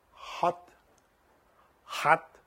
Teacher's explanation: the H is pronounced like a deep breath